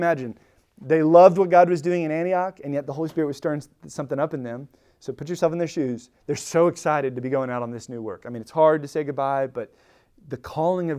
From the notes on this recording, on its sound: Recorded at Emmaus Church in Buford, GA on Wednesday, Feb 15, 2023.